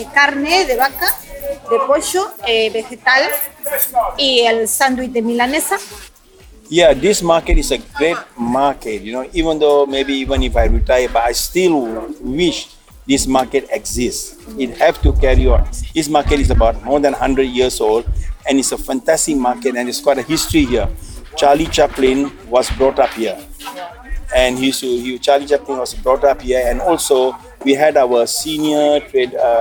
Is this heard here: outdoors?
yes